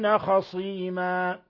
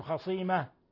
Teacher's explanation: وقفنا على تنوين الفتح بالألف الذي هو مد عوض ومددنا مقدار حركتين فقط · Shown in: first take · فمده أكثر من ذلك لحن، ومده حركة واحدة أو فتحة كما يقرأ بعضهم خصيمة، هذا لحن أقبح من اللحن الأول.